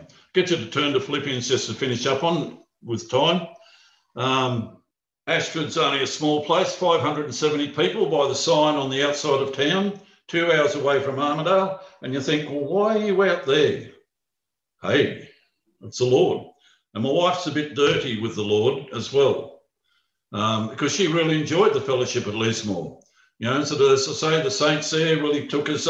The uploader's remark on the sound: Talk 1 from the Wednesday United zoom meeting on 17 February 2021.